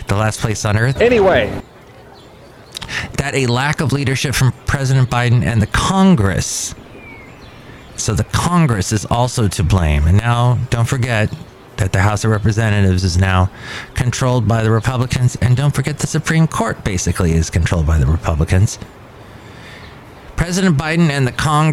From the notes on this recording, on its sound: podcasts live from Cafe Anyway